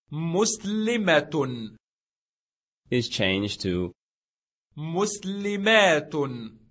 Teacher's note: In the pronunciation of the A sound, or fatha, before the T sound, the A sound is lengthened.